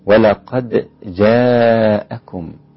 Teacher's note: كلمة جاءكم ده مد متصل مقداره 4 حركات وجوبا لا يقل عن 4، وبيزيد 6 حركات عند حمزة وورش.